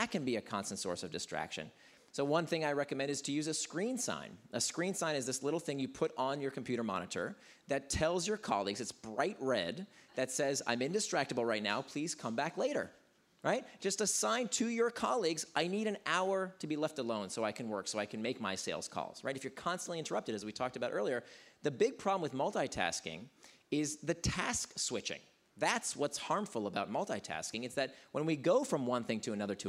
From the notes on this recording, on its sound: LIVE from FCNY 2019. Recorded live at the Fast Company Innovation Festival.